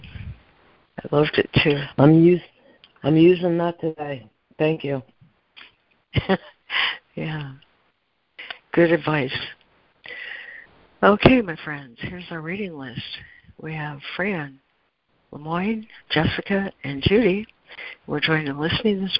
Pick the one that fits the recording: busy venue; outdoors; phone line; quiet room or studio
phone line